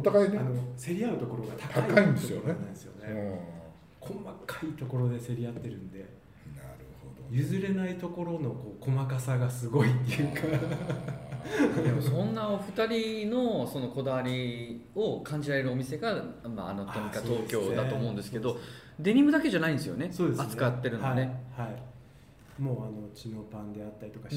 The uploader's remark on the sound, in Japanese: 今回は、東日本橋にあるアナトミカ 東京にお邪魔して収録。